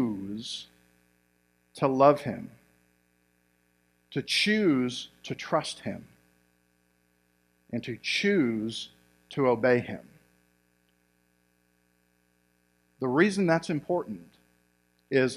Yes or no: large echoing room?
yes